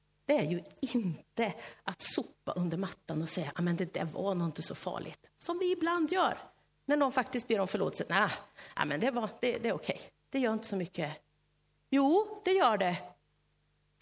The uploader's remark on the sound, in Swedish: Inspelad i Löfstadkyrkan i Tranås 2023-11-12.